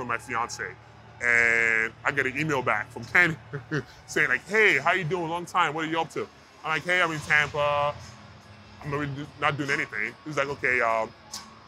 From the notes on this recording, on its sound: live at WWE Superstore Axxess in Dallas during WrestleMania week